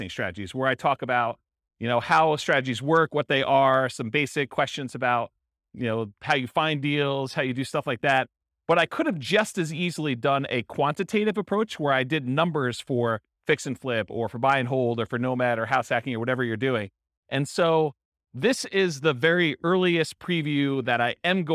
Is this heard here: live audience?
yes